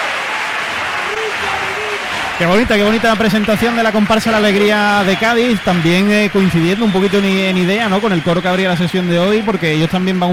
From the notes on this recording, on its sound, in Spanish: En directo desde el Gran Teatro Falla de Cádiz. La retransmisión del Concurso Oficial de Agrupaciones Carnavalescas del Carnaval de Cádiz 2024 en Onda Cero Cádiz.